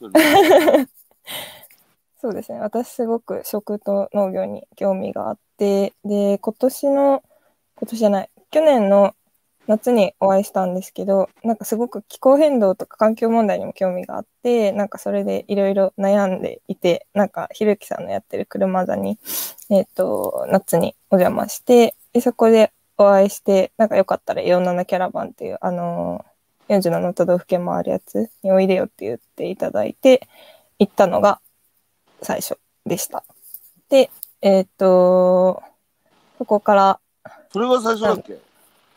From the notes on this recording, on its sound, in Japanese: 歩きながら1時間、対談する。